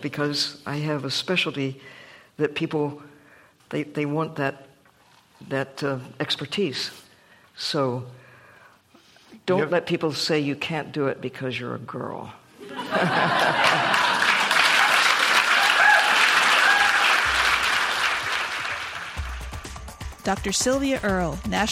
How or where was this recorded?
live audience